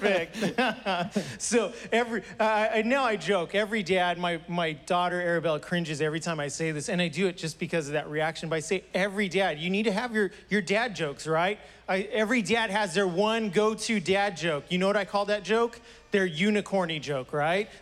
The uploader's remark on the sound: was preached on June 20th at the 11:30AM service